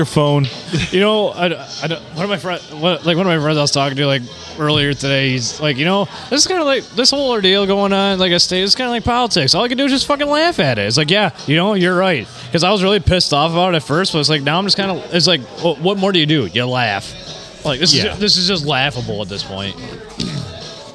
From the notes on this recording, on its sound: Recorded at the Blue in lovely Port Sanilac on a Monday night